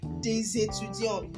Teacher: Hope you notice the liaison in my pronunciation as the S becomes Z in front of a noun that starts with a vowel.